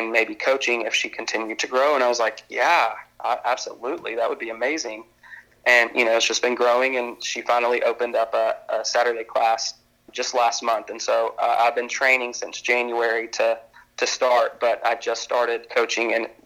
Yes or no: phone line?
yes